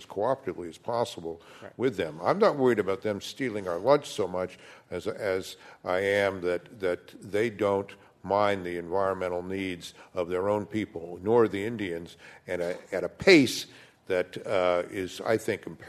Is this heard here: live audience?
yes